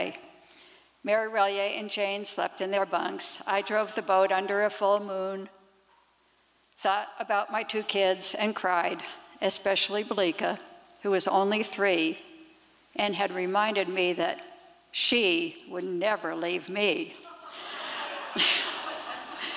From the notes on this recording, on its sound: 2023 FPG-Liberty Theatre-Saturday Night-Second Set. These performances were recorded at the Liberty Theatre on Saturday, February 25th, 2023.